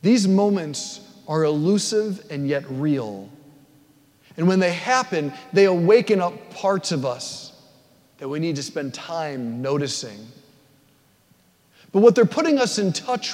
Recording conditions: large echoing room